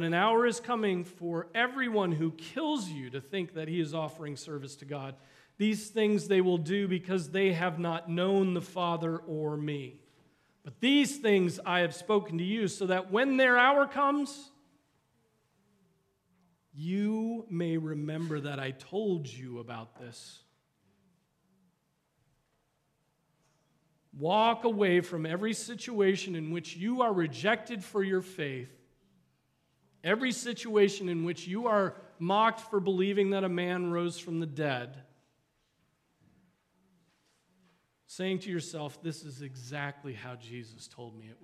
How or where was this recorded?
large echoing room